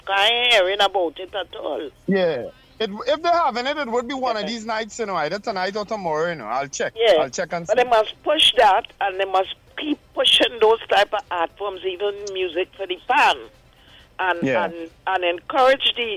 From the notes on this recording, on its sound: During this hour we take calls from our audience